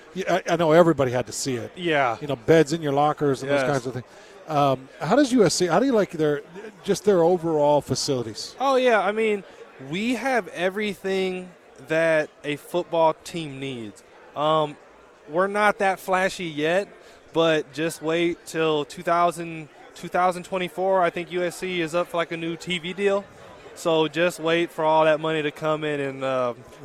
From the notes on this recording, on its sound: live from Pac-12 Media Day.